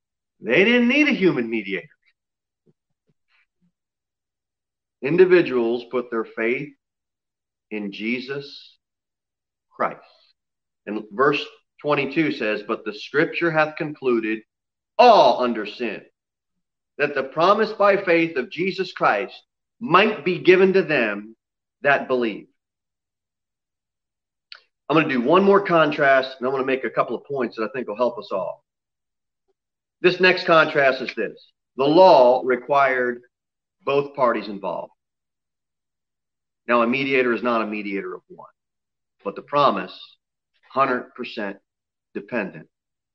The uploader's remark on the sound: Sermon delivered at Pilgrim Baptist Church on Sunday, November 15, 2020, at 11:15 am. Jere Whitson Rd. Pilgrim Baptist Church is a bible-believing, independent Baptist church.